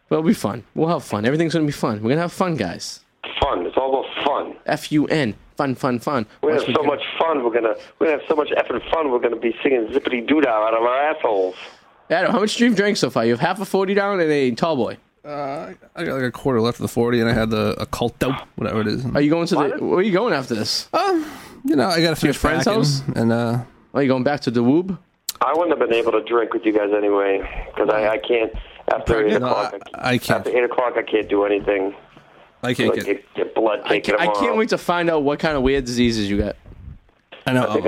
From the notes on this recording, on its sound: Live in Studio. Via the phone. Is stuck in his parents basement and can't leave.